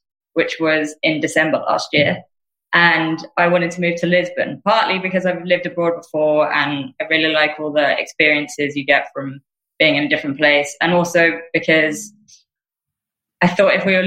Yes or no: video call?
yes